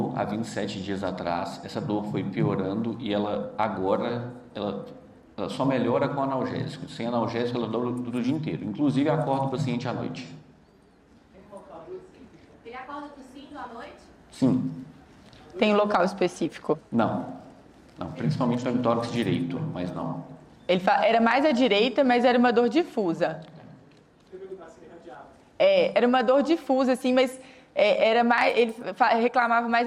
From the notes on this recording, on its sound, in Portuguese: Gravado ao vivo no XII Congresso SAMMG